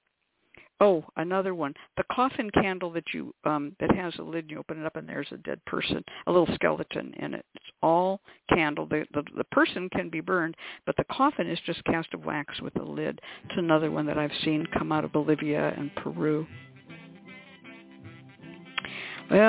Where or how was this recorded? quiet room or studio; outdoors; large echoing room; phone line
phone line